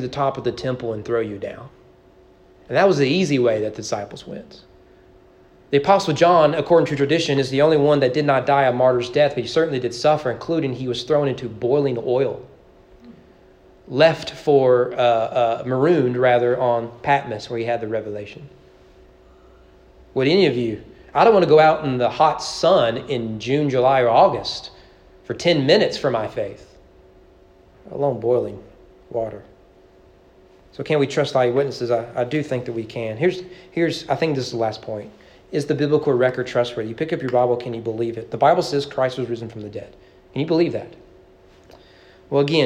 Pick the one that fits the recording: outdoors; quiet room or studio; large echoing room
large echoing room